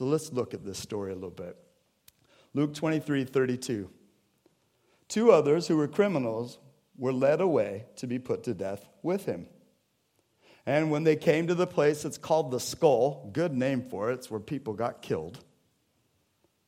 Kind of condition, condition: setting, large echoing room